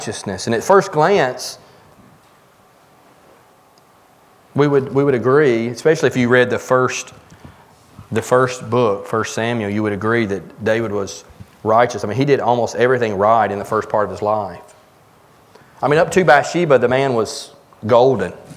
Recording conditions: large echoing room